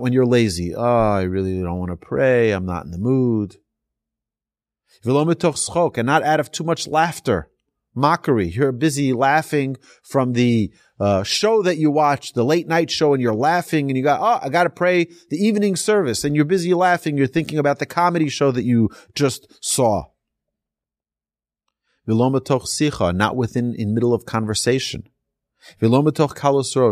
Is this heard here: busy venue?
no